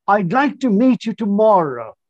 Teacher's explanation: So I'm making a statement where the voice falls. It falls and stays there.